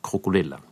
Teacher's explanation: det har i hvert fall en konsonantgruppe, en K og en R etter hverandre i begynnelsen, som er vanskelig